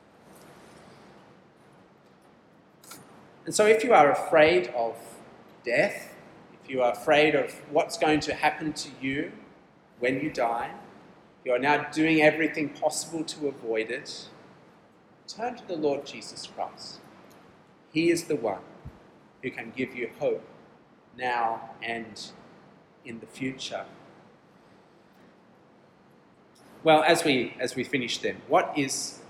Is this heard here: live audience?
yes